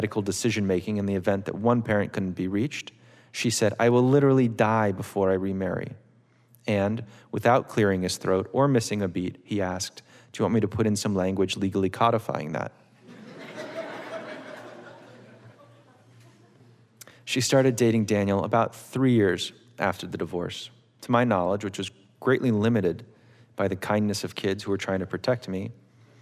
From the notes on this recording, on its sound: It was recorded on Oct 20, 2016 in front of a live audience at New York's 92nd Street Y.